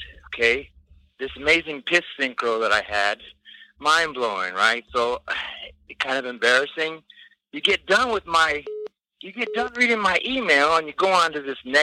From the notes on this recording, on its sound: We host our first ever real call-in show type podcast. A big thanks to all the listeners who called.